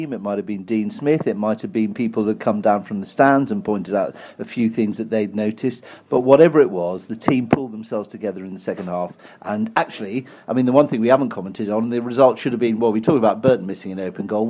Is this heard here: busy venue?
yes